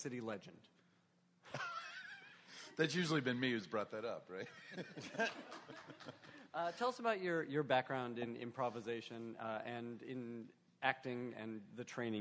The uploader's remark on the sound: Panel from C2E2. At a panel at Chicago's C2E2.